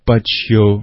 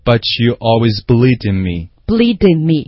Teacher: but 这个 t 和后面的 you 可以连在一块